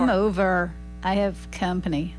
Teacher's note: So then you're going to curve that come over to a real hard R.